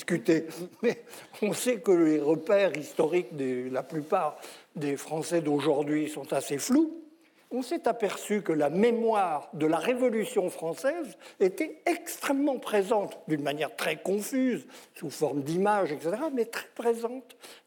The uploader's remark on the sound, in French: L'émission de RT France en public